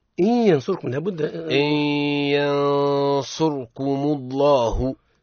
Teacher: تفخيم لفظ الجلالة. اللام سيدي مفخمة. لماذا؟ لأنها سبقت بضم.